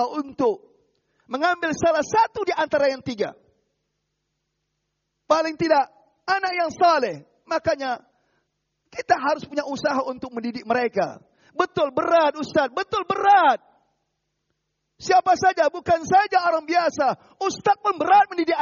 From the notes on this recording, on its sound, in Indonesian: Rekaman Audio Khutbah Jum'at. Dilarang memotong rekaman audio ataupun video kajian di masjid Mu'adz bin Jabal, tanpa seijin dari admin.